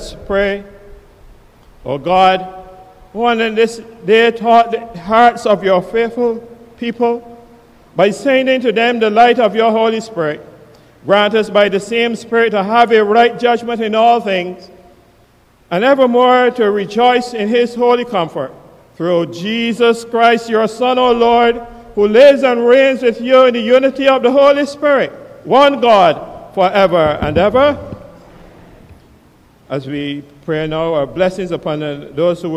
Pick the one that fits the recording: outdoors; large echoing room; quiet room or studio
large echoing room